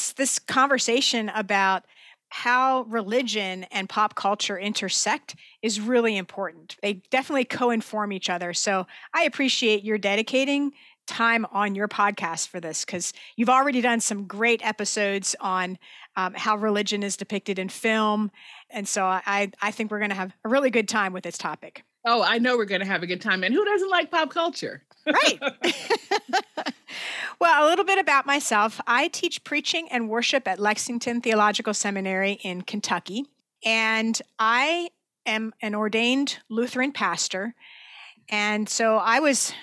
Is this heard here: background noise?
no